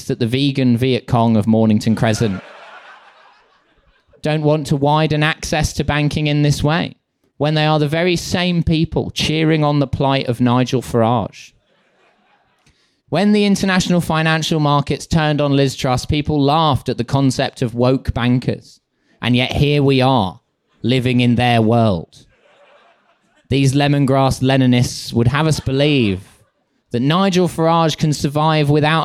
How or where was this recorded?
live audience